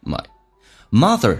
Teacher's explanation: My 不被强调，经常双元音啊，说得很极其微弱，有点像单元音一样